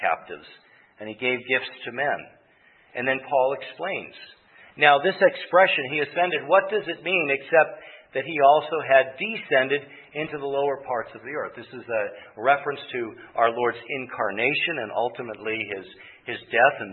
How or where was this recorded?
large echoing room